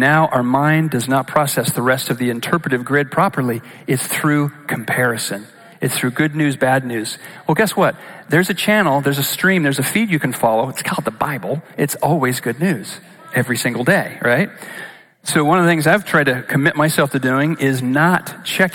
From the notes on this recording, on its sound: Recorded live at Capital Church in Meridian, Idaho